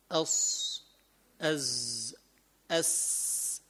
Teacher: طرف اللسان وفوق الثنايا السفلى يخرج الصاد والسين والزاي · Term: حروف الصفير